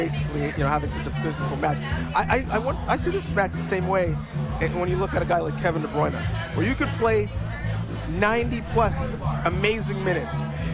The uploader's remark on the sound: on location at Café Diplomatico in downtown Toronto